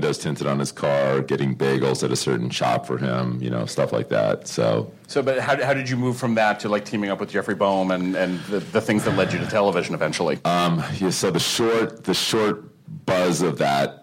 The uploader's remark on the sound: From this year's ATX Television Festival